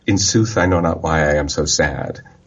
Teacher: Sad is a short vowel in English, and yet it's one of the stressed syllables.